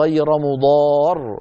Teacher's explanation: لكن كانت العرب إذا تكلموا قالوا غير مضار فيعطونها هذا الضغط عند الكلام تنبيها للسامع وتعويضا عن النقص الذي حصل في اللفظ بسبب الاضطرار، لأنه لا يتأتى نطق راءين ساكنتين متتاليتين، فينطق براء واحدة مصحوبة بهذا الضغط الذي يسمى الآن في علم الأصوات الحديث النبر